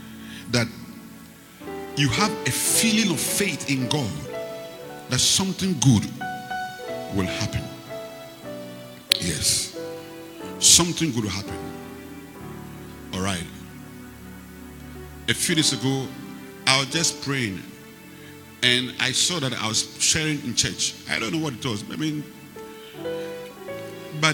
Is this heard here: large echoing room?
yes